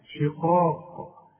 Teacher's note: شقاق القاف من أعلى حروف التفخيم اللي بعدها ألف